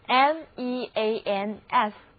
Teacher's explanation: 字母 s 的发音是浊辅音 z